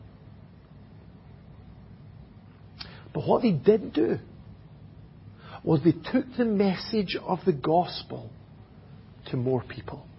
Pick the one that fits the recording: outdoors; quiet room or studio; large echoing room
large echoing room